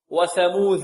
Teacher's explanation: البعض يقول هكذا، يقول وثموذ الذين، لا، لأن قبلها ثاء وبعدها ذال في الذين، فربما يسبق اللسان إلى نطق الدال ذالا وهذا خطأ